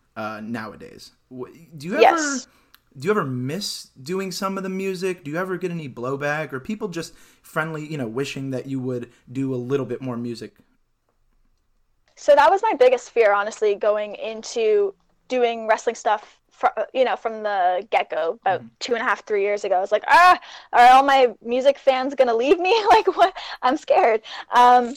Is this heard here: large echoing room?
no